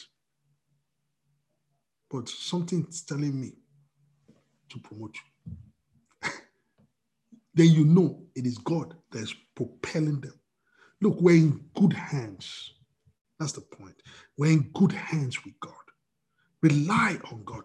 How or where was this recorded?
video call